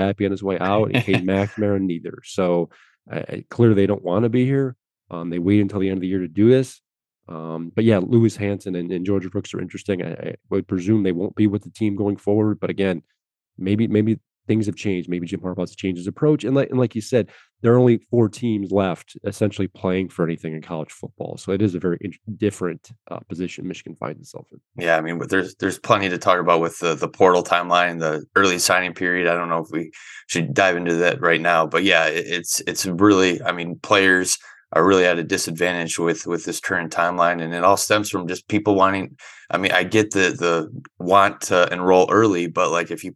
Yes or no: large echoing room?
no